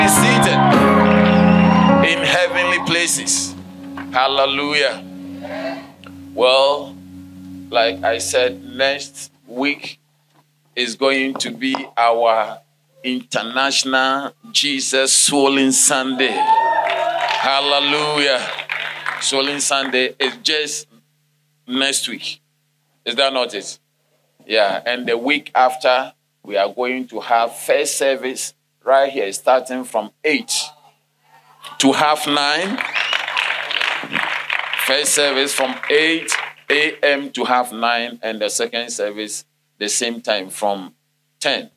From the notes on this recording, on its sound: Sermon delivered on Sunday, March 19, 2023, at LCI Mega-Church in Cape Town, South Africa.